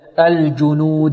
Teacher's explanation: من أين تخرج الجيم يا إخوة؟ من وسط اللسان مع الحنك الأعلى اللسان، وعندك في الصفة في عندها شدة وجهر، شدة انحباس ماذا؟